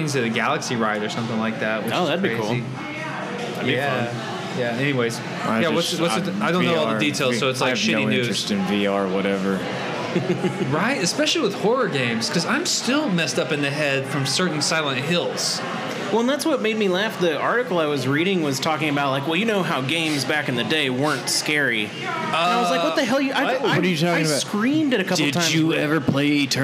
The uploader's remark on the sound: Recorded live from a bar! We were still working out the kinks back then.